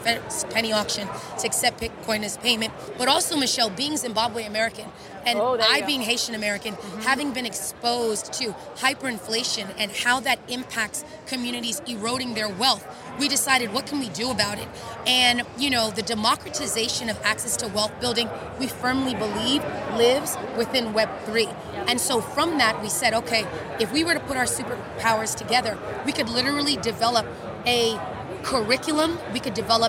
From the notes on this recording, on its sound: Walking the Floor at Consensus 2023. Is on the Consensus 2023 floor.